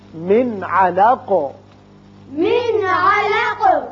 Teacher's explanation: اب نون ساکن کے بعد عین ہے جو حروف حلقی میں سے ہے، لہذا نون پر اظہار حلقی کیجیے